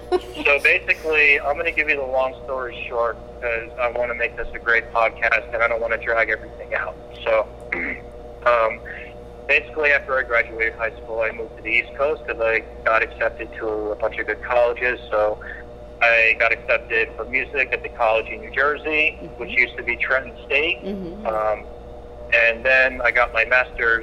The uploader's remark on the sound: Joins us just after halfway through the podcast, via phonecall. Were kind (and awesome) enough to host at their awesome bakery and bottle shop, ODV Wines.